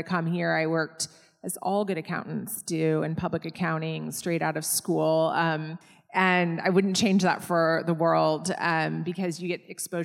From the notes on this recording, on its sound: This episode was recorded live in front of an audience and may vary in sound.